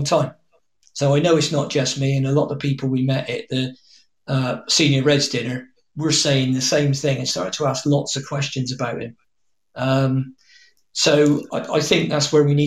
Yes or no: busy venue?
no